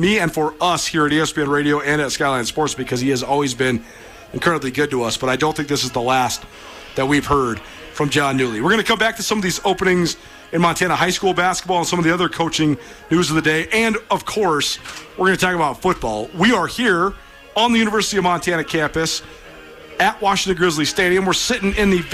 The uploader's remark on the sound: LIVE from Washington-Grizzly Stadium before the Montana spring game